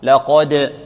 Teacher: لأن من حروف خص ضغط قض، قا قا قا، ولا نقول قا قا قا قا، لقد، والدال ماذا؟ مقلقلة، مقلقلة لأنها من حروف المجموعة في قولهم ماذا؟ قطب جد